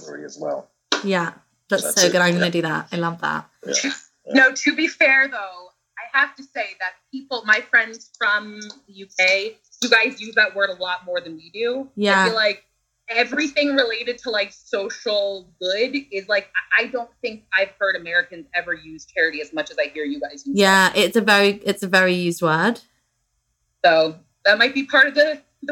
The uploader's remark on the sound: this podcast was recorded last year over skype, so the sound quality is not as good as previous episodes.